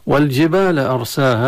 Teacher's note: أرساها راء ساكنة مسبوقة بهمزة، حكمها التفخيم. وتنتهي الكلمة بألف وقبل لها كذلك ألف، المد طبيعي.